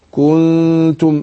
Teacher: احذر من اشباع الضم ما يبقاش واو